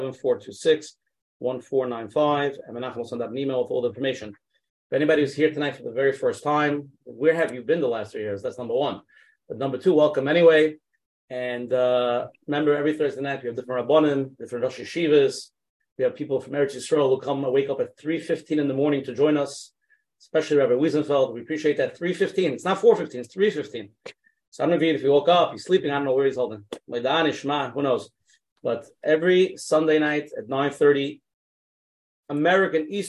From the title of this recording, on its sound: Zoom Interview